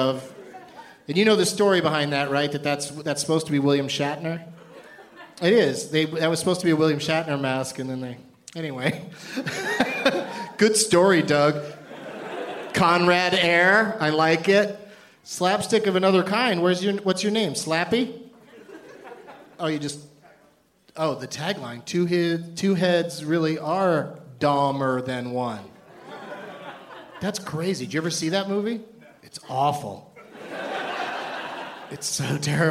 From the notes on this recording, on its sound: Live from the Improv in Tempe, AZ